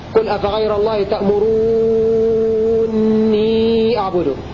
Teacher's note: وقرأ الباقون بنون واحدة مشددة ومد الواو قبلها مد مشبع ست حركات